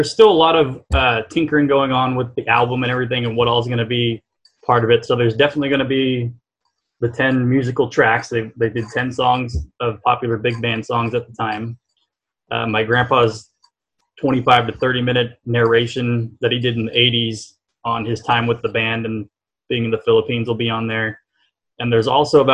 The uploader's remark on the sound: He talks about his unusual project in this CVBT Audio Interview Podcast via Zoom.